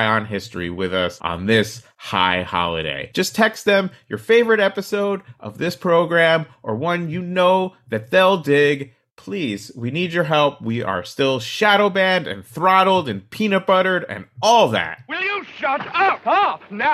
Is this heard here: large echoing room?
no